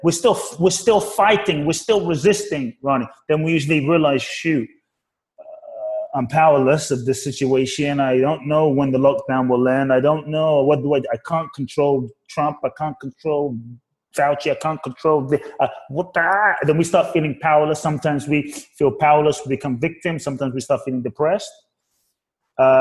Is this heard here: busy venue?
no